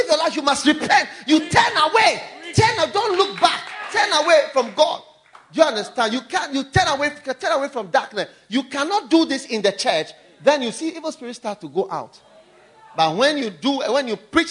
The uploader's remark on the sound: Preached at the First Love Church, University of Ghana, August 2012.